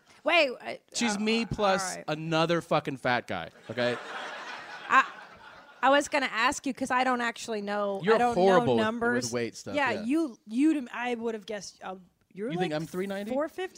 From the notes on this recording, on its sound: Live from the Ice House. This live show has amazing audio.